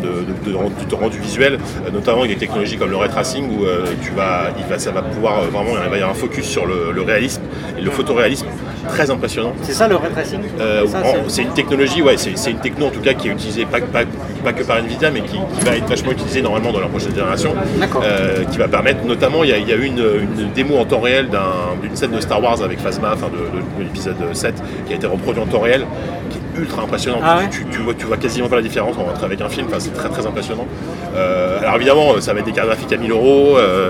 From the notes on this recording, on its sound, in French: Pré-Gamescom 2018 (enregistré dans le train).